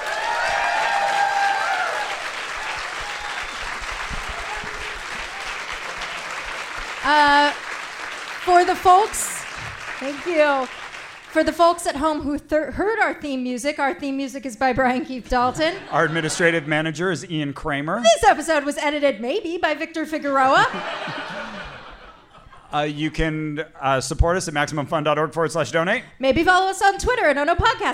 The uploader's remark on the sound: Minneapolis Live Show Edition. Sell out the IceHouse Minneapolis for a the first stop on their live show tour! Featuring goofy experiments with the audience.